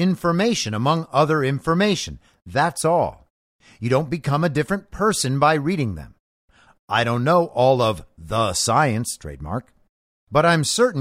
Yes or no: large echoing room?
no